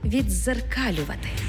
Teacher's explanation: У слові «віддзеркалювати» «д» переходить у подовжений звук «дз».